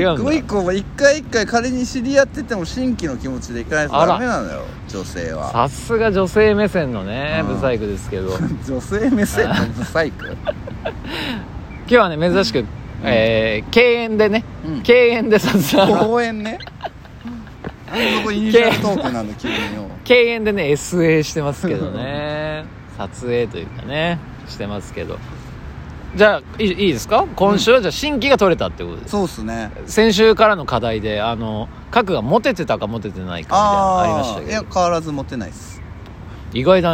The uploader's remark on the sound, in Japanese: 桜舞い散るK園で収録